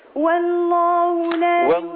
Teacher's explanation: والله رقق الواو لكن على طول فخم اللام